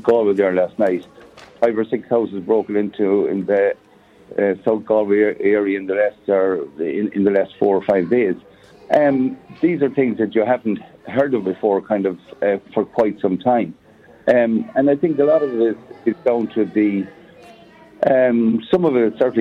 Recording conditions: busy venue